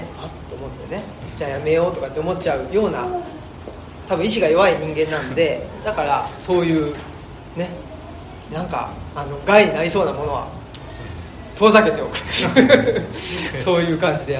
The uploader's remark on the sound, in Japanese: 生駒市某所自治会館で行なわれた。オムラヂ汗まみれ 公開収録に。